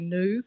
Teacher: American English is ahead in this particular change, so they are the more enthusiastic yod droppers